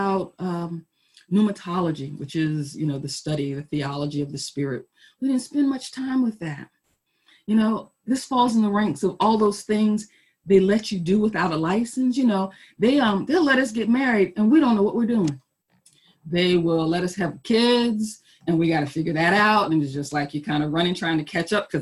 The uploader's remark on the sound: Our Zoom streamed service